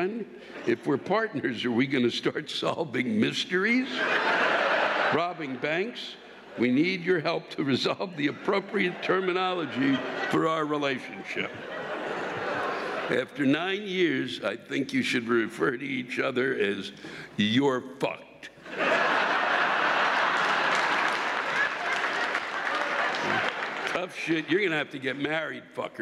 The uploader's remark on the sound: This week’s live rants come from the Celebrity Theater in Phoenix, Arizona.